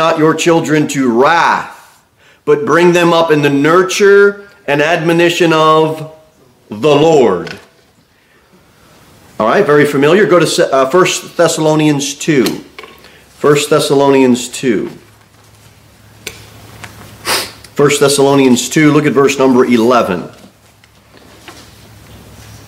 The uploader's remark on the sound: Sermon delivered at Pilgrim Baptist Church on Sunday, December 3, 2023, at 2-15 pm. Jere Whitson Rd. Cookeville, TN 38501.